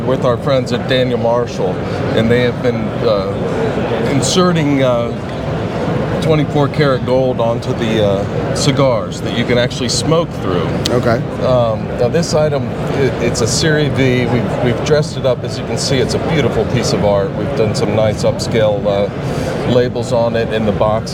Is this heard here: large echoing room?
no